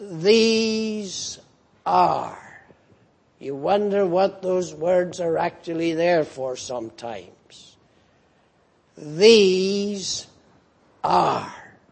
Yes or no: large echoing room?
yes